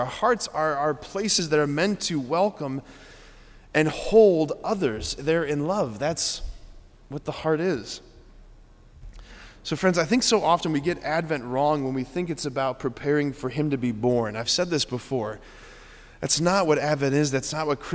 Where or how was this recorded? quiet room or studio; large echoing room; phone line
large echoing room